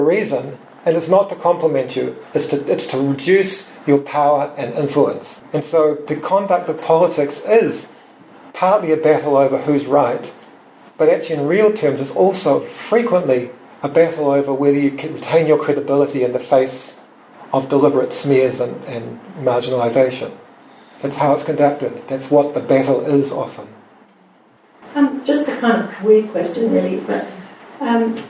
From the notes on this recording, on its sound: Recorded live at Nelson's Yaza Cafe.